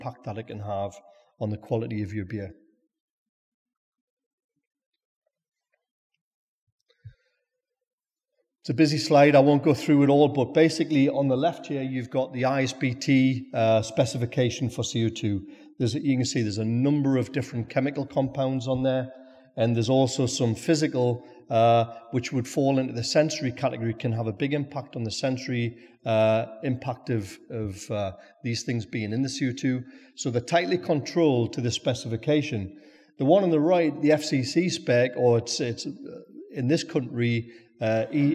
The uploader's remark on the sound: speak at our recent Brewers Lectures in Newcastle